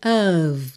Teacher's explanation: esse OF tem som de of, não é O, é A, e não é F, é V. Mas, às vezes, principalmente em passagens mais rápidas, ele vira só um a.